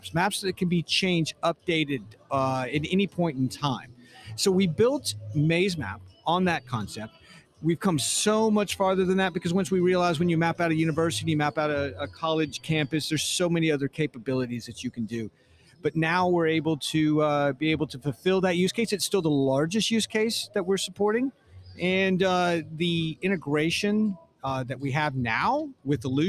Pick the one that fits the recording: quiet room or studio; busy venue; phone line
busy venue